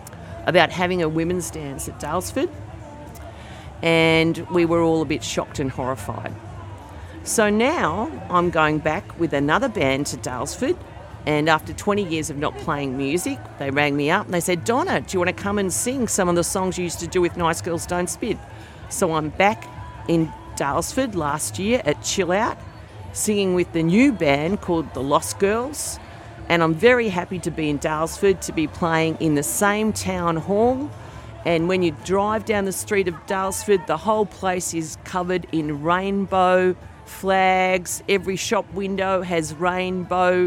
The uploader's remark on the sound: This episode was recorded at the Victoria's Pride Street Party, so you may hear some of the festivities of the day in the background.